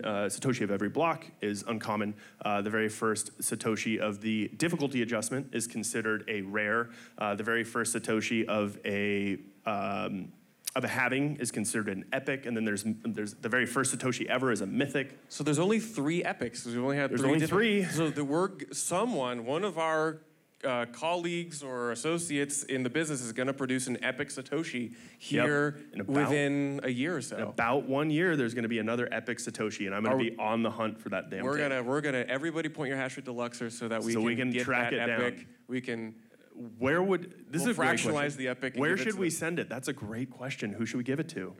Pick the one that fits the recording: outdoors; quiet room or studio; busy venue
busy venue